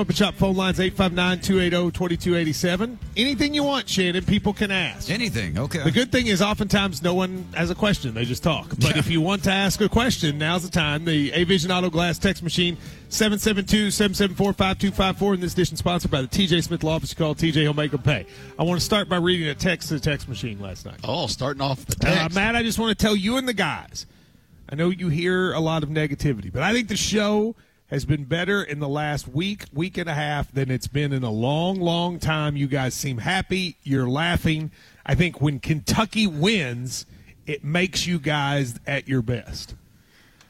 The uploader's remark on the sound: KSR is Live from KSBar & Grille.